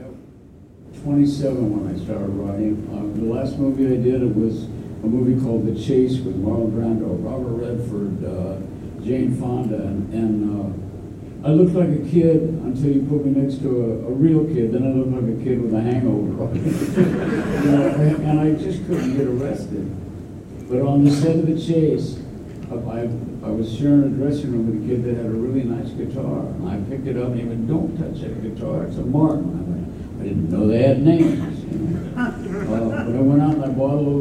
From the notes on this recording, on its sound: Cincinnati Comic Expo 2023. Report from the 2023 Expo floor and bring you some excerpts from a few of the Q&As.